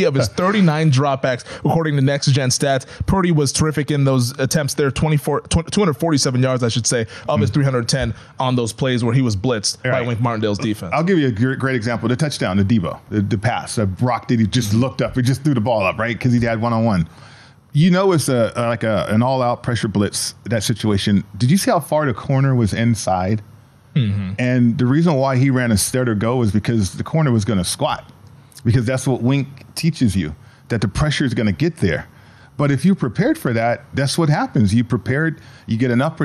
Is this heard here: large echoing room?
no